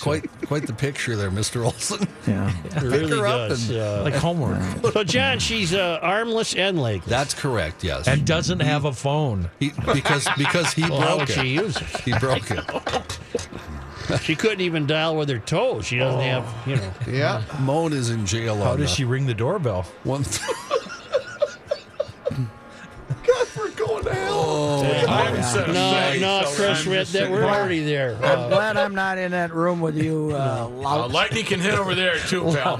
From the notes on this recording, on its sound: live from Radio Row at the Mall of America